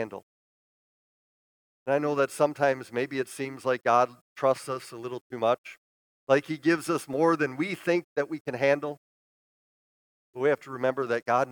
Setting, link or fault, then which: setting, large echoing room